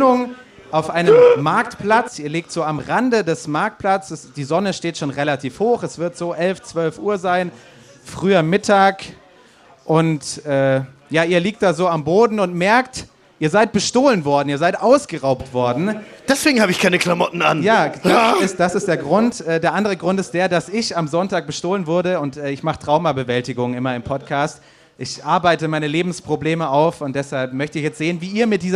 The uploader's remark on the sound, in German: Live vom Geek Festival. Startet Münchens prominentester Pen-and-Paper-Podcast seine erste Live-Show vor Publikum.